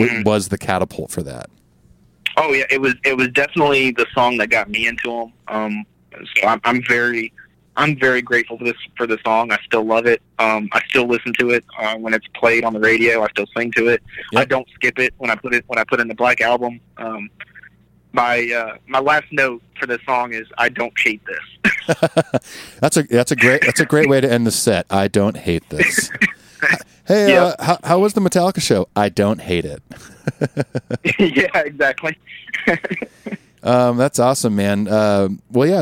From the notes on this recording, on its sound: Metal Tales From The Road (Louisville, KY). Gets on the phone.